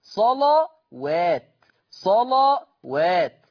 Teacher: لاحظوا أن تغليظ حرف اللام لا يطغى على ترقيق حرف الواو